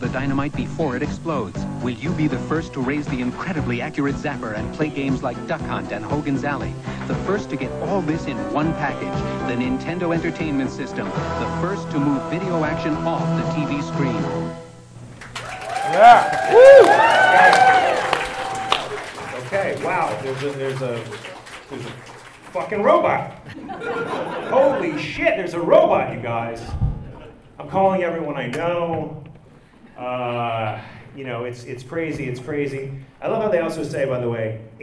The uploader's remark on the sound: Live From L.A. Comic Con. Here’s the audio from last December’s Los Angeles Comic Con panel.